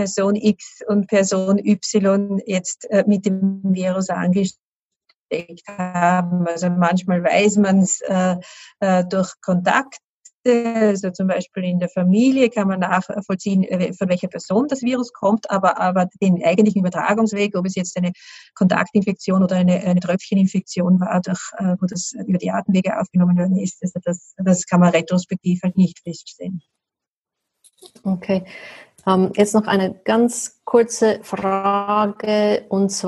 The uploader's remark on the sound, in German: Die Veranstaltung fand online über die Anwendung «Zoom» statt.